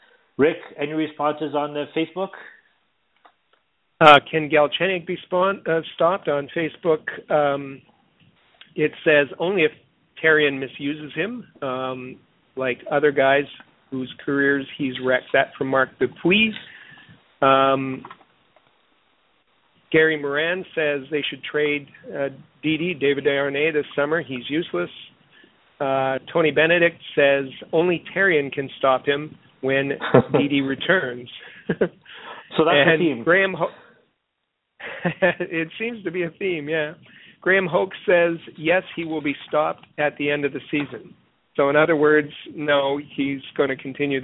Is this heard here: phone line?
yes